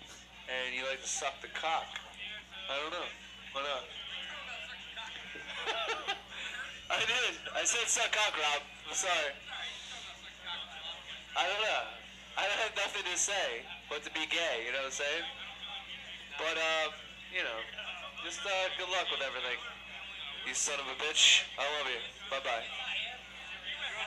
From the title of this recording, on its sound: Live From the Boathouse